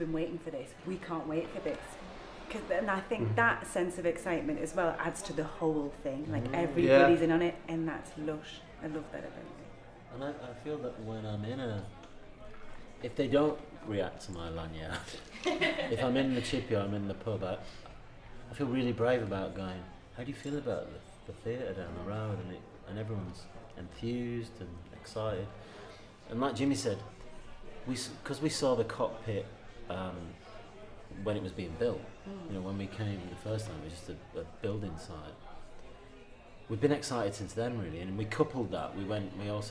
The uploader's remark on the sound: Just a heads up this episode was recorded a few weeks ago during rehearsals. We recorded this podcast at the mermaid tavern in Prescot which is newly opened and just round the corner from the playhouse.